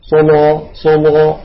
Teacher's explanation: اللام مفخمة يصاحبها تقعر في وسط اللسان وتطيق في الحلق بخلاف المرققة.